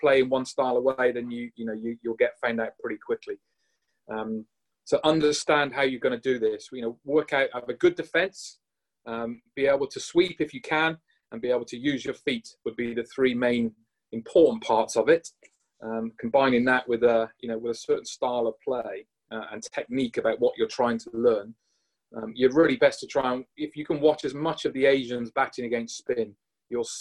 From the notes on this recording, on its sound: in a webinar originally recorded in 2020